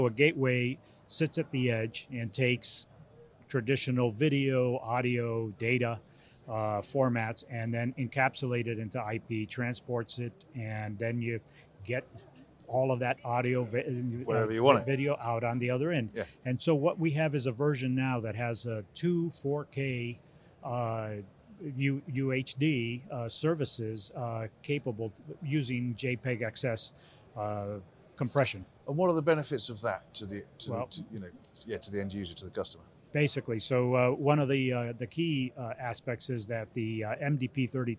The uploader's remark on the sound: At IBC 2022.